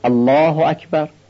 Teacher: لفظ جلاله رو، این لامش رو درشت بگیم